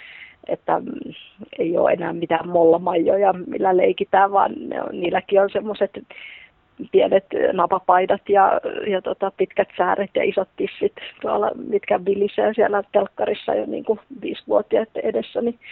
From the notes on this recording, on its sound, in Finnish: Haastattelu tehtiin puhelinhaastatteluna ja äänenlaadussa on toivomisen varaa.